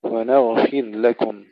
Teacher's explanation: الغين مسكنها مع الرخاوة ونفخمها